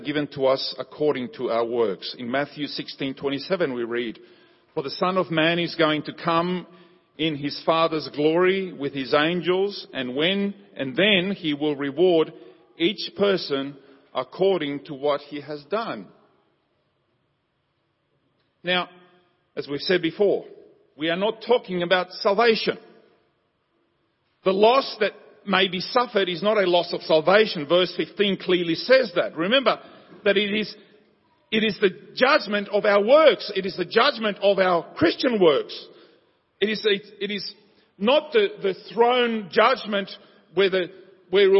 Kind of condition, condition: setting, large echoing room